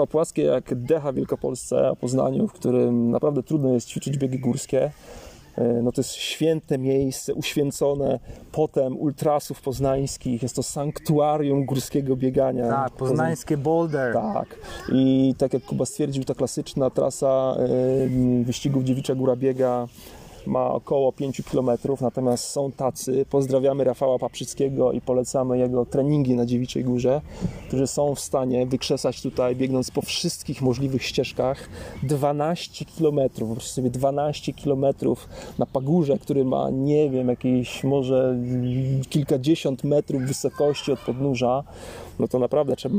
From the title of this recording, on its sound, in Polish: Live z Dziewiczej Góry